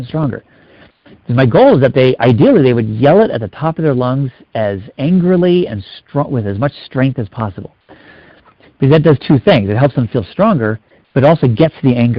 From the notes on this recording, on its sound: Finding Love Live Q&A Calls.